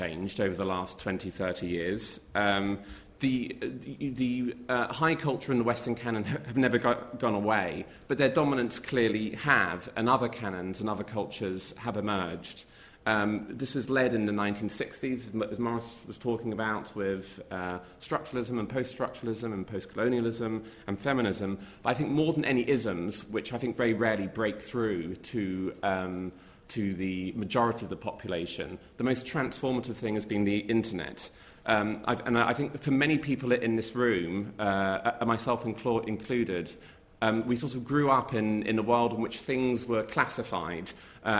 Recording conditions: live audience